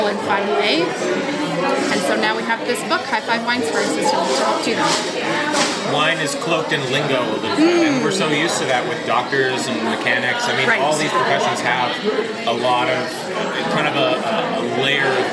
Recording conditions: background noise